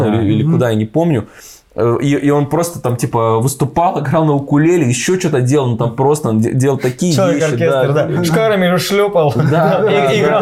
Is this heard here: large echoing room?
no